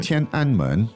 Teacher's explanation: So 天 is the first tone. First. An is also the first tone. And 门 is second tone. So 天安门. Now, sometimes, I mean, if you're in Beijing and you're a foreigner and you don't get the tones right, probably people will guess what you mean.